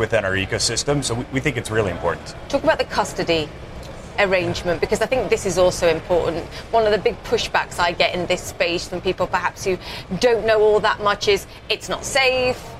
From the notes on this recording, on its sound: live from the New York Stock Exchange